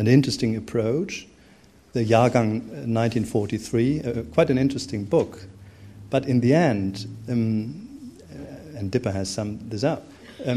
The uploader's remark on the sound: Keynote opening lecture given on 8 September 2011 as part of the German History Society Annual General Meeting 2011.